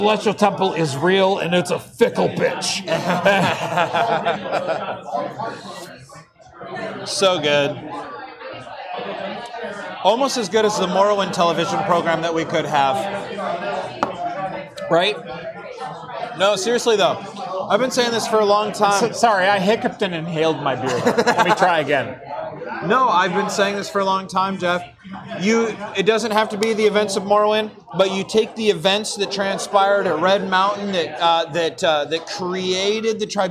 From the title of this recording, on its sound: LIVE from Faultline Taphouse in Sunnyvale!